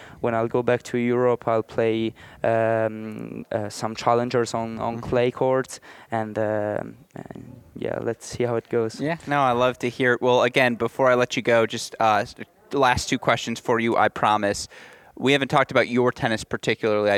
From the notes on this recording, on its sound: Recorded live at the Arizona Tennis Classic.